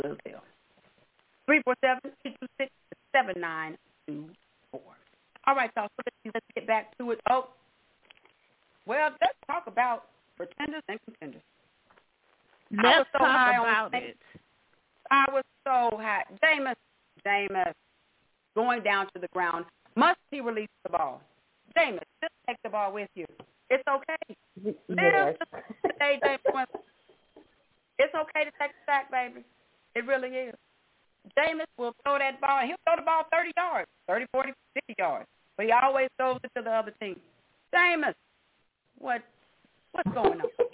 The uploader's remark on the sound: your phone calls